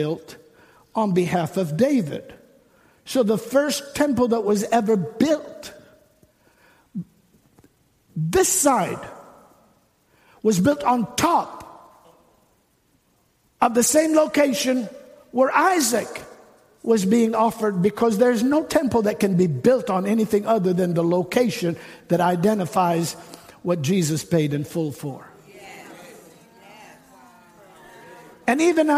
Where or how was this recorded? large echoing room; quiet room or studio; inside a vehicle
large echoing room